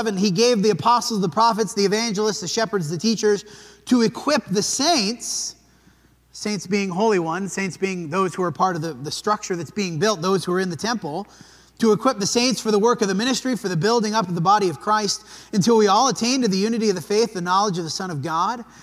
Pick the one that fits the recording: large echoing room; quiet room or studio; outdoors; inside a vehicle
large echoing room